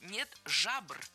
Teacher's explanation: Правильный вариант – нет жабр. Никакой «е» появляться здесь не должно. Только нет жабр.